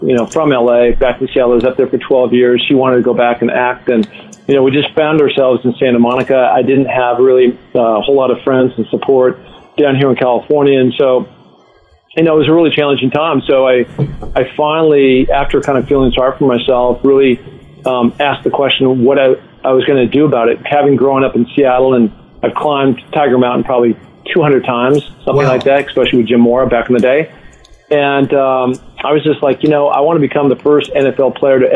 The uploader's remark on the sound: on the phone